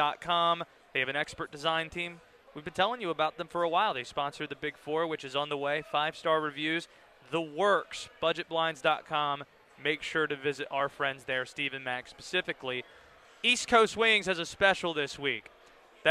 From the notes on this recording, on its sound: Live from ACC Kickoff